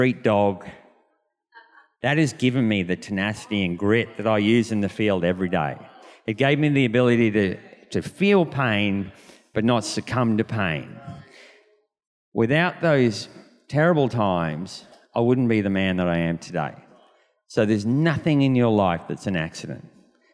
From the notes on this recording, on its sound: This was recorded in our 9am service on Sunday, the 20th of November 2022